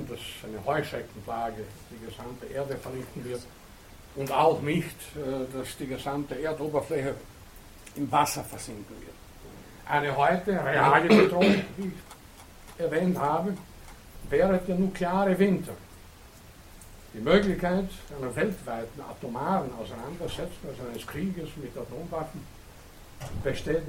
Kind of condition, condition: setting, large echoing room